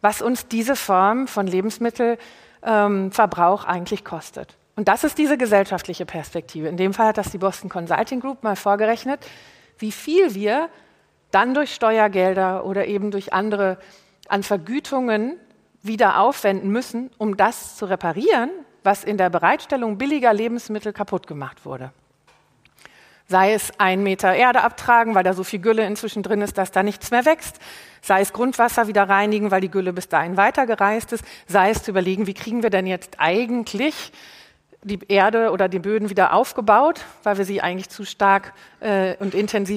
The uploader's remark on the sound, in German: live vom BAM! Bock auf Morgen Festival